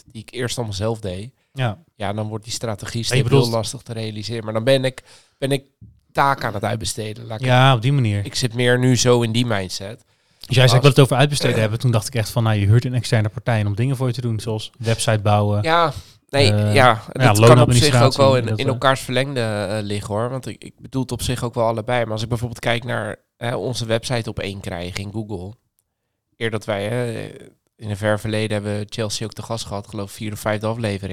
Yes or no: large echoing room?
no